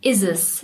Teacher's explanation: Wir verbinden diese Wörter. Und bei dem ist fällt auch auf, dass wir das T am Ende ganz oft weglassen